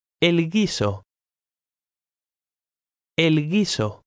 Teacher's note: In the combinations G-U-I or G-U-E, the U is silent and the G is hard.